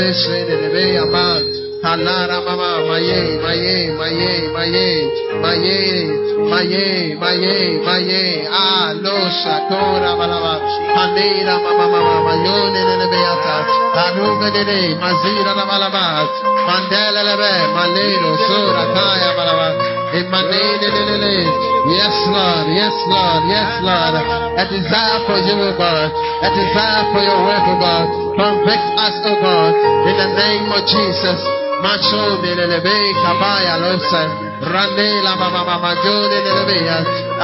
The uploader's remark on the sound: Preached At Gathering Service, UHAS